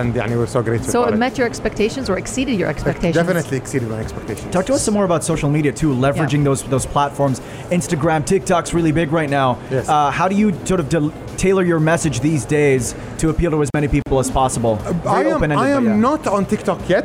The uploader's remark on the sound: Pulse Live at IGCF.